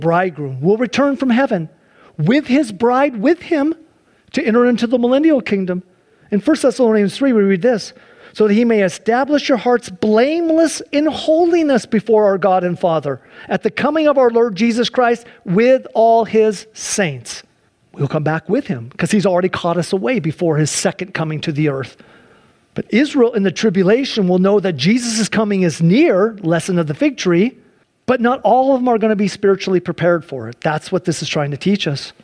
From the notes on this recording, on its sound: Sunday church service livestream.